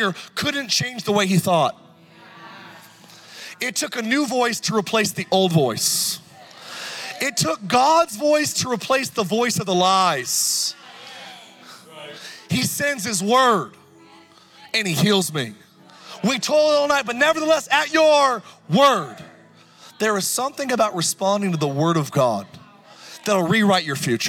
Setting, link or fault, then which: setting, live audience